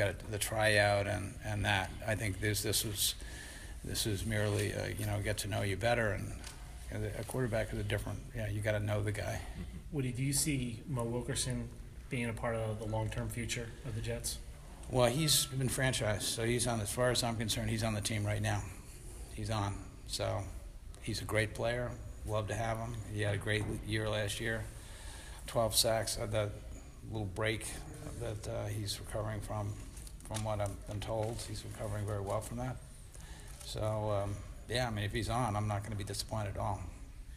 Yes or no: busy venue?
yes